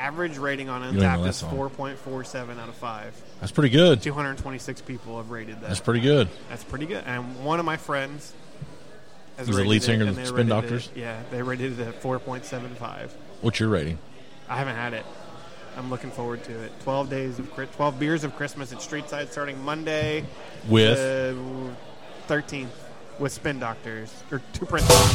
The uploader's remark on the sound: Live at Streetside